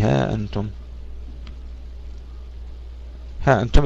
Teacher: أبو جعفر ليس له فيها إلا قصر الألف كلمة ها أنتم